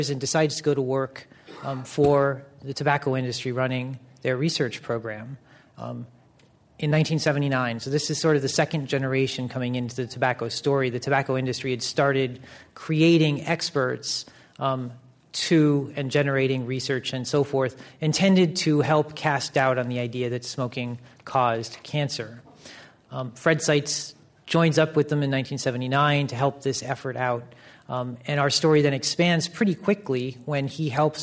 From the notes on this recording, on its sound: This program was recorded in front of a live audience in San Francisco at The Commonwealth Club on June 11, 2010